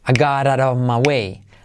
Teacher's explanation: Y el I, dicho rápido, se convierte en a.